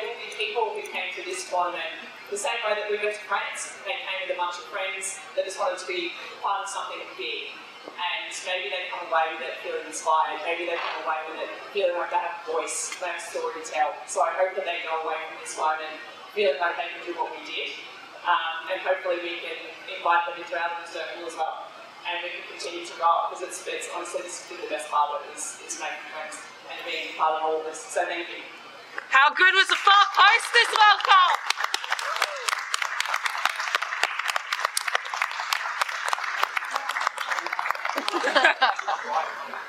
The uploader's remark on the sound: We're sorry for the audio quality of this live podcast recording. Recorded live from Yulli's Brews in Sydney!